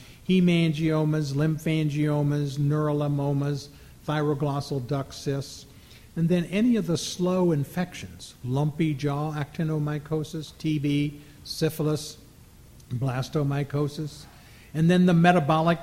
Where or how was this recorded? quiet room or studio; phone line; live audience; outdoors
live audience